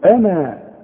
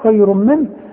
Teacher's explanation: إذا وقفت على أنا تقول أنا كاملة، الألف تمد مدا كاملا طبيعيا · Term: المد الطبيعي